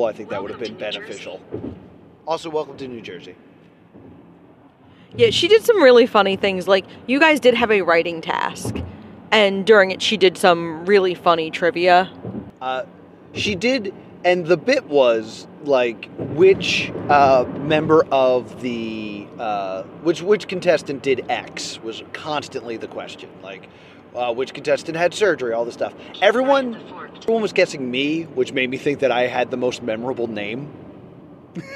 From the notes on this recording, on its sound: On the Road with +2 Comedy - MAGFest. This is a podcast recorded on the drive.